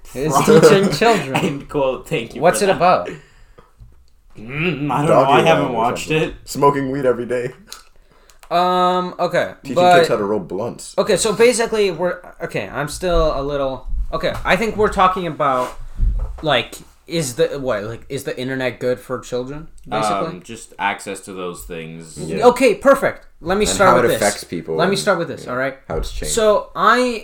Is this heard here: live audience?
no